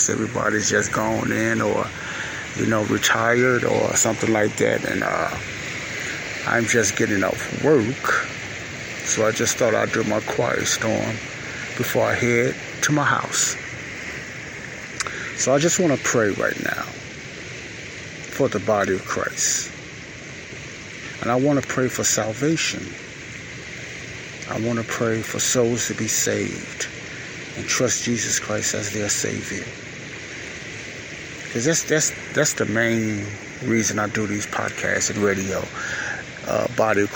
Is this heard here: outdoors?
yes